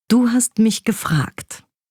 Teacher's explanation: eine völlig andere Wendung nimmt die Textauflösung beim Betonen, wenn wir das Wort gefragt akzentuieren